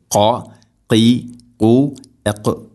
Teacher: ഖാഫ് ഉച്ചരിക്കുമ്പോൾ തൊണ്ടയുടെ മുകൾ ഭാഗവും കഴിഞ്ഞ് മേലെ ഭാഗം, ചെറുനാക്കിൻ്റെ ആ ഒരു ഭാഗമാണ് അതിൻ്റെ മഖ്റജ്